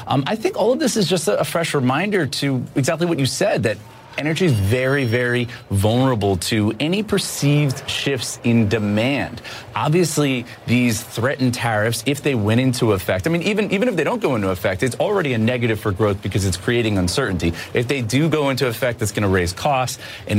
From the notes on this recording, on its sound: live from the New York Stock Exchange